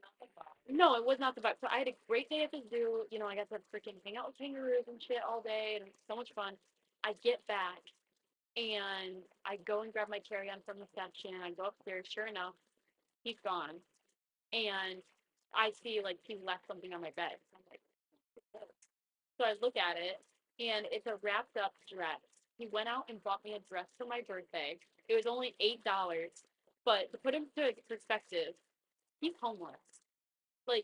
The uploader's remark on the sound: Sorry about the audio being shit, I think there is something wrong with my mic.